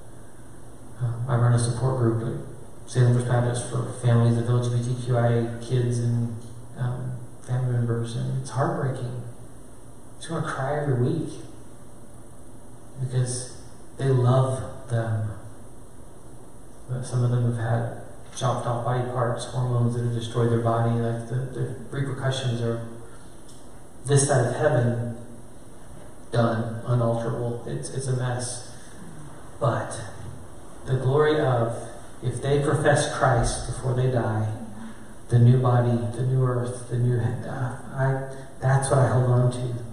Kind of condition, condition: setting, live audience